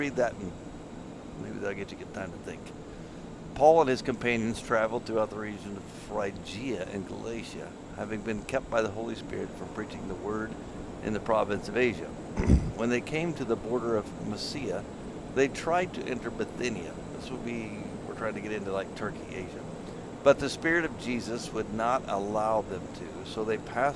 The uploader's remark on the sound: Join us as we take our podcast on the road by recording the first episode from our Expedition Greece series in the van.